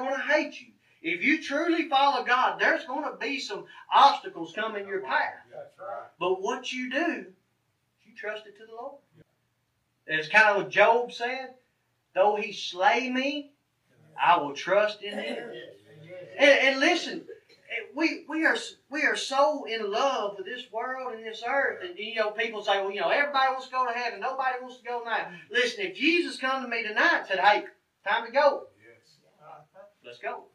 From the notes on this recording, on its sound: This sermon was recorded from the pulpit of Mars Hill Cumberland Presbyterian Church in Pottsville, Arkansas. Fall Revival.